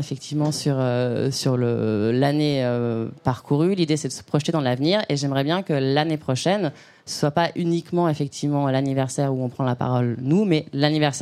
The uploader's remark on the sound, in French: Ce nouvel épisode a été enregistré en live lors du 2ème anniversaire de mūsae organisé au Pavillon des Canaux, en collaboration avec Lush.